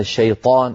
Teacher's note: الطاء يجب أن تكون مفخمة